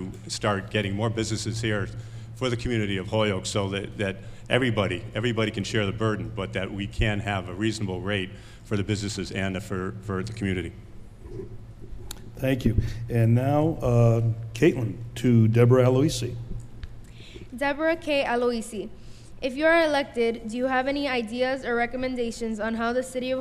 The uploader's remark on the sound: This is the full recorded session of the Holyoke City Council At-Large Candidates Forum. This is a collaboration of The Chamber of Commerce, The Holyoke Taxpayers Association, The Holyoke Youth Task Force, The Gandara Youth Development Center, Holyoke Media, and radioplasma. At the Holyoke Council on Aging at 291Pine St.